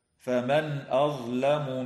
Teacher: تظهر النون الساكنة عند الهمزة